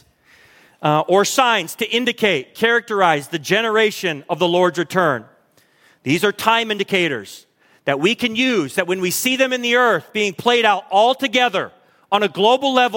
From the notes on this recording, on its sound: Recorded at Hope Church in Springfield, MO.